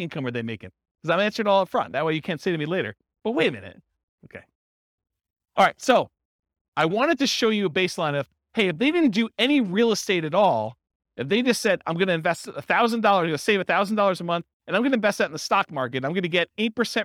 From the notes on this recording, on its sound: This was a live class recorded